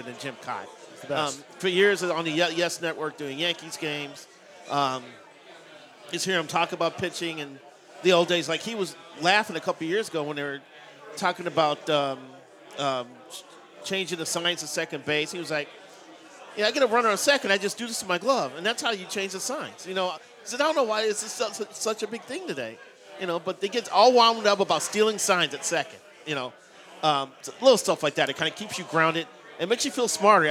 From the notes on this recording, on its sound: Live at O'Donovan's near Target Field